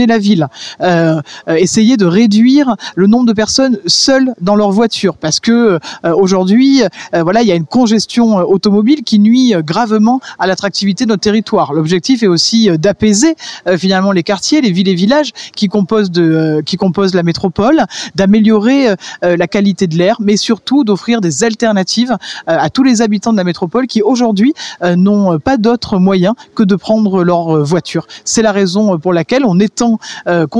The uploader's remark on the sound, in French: Radio Aviva était sur place pour la conférence de presse organisée le vendredi 08 décembre 2023 à la comédie de Montpellier.